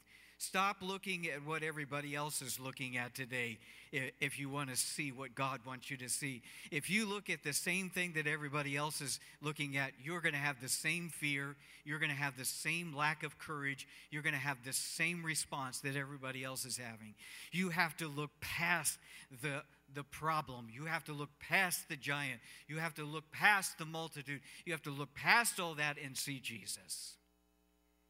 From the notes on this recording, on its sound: Cornerstone Fellowship Sunday morning service, streamed live on Dec 13, 2020.